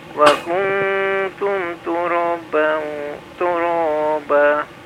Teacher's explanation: nun sukun bertemu dengan ta ikhfa ya.